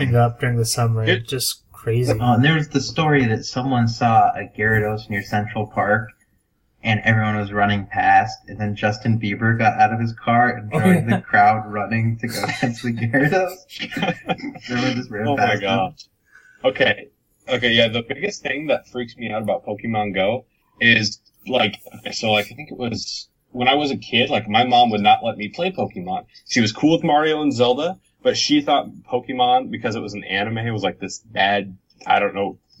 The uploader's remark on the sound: We also had a hiccup with the recording this week, so apologies if the recording quality is a bit lower than usual.